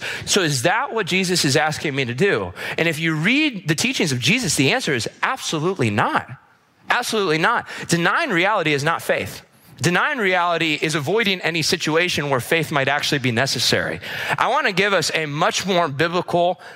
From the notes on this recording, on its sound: This episode was recorded at our weekend services